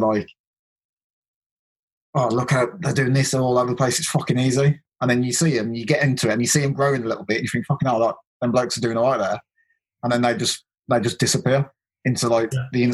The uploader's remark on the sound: I sit down via Zoom to chat with two guys I now consider good friends. Audio wise it's a Zoom call, so that's exactly what it sounds like, it's completely workable.